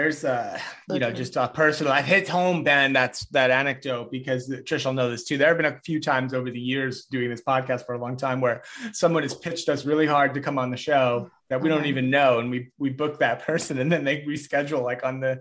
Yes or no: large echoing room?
no